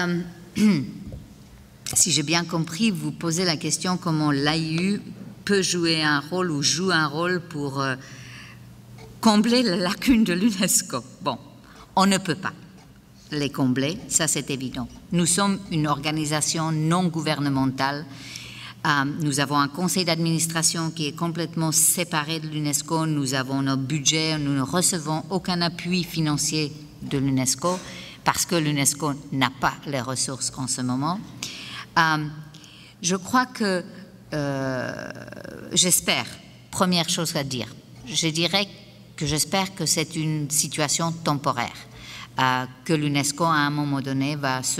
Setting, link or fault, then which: setting, live audience